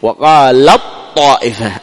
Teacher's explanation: القوي في الضعيف، وإنما إدغام الضعيف في القوي، مثل وقال الطائفة أدغمنا التاء وهو ضعيف في الطاء القوي